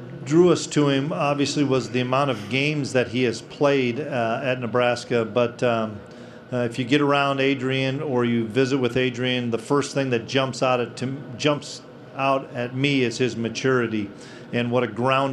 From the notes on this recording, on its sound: press conference from Big 12 Media Days